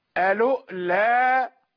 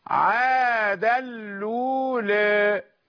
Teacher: قالون يهمز الواو بدءا وموصلا · Shown in: first take